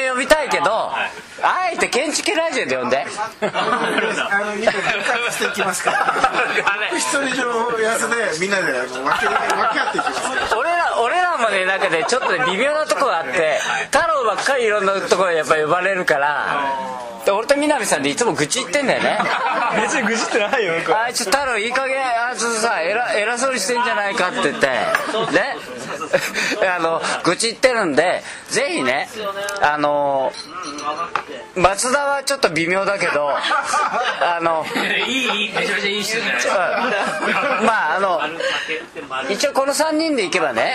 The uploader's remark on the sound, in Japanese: 日本建築学会大会（東北）の後、仙台のいろは横町にて収録が行われました。仙台の壱弐参（いろは）横丁ゆきむらにて。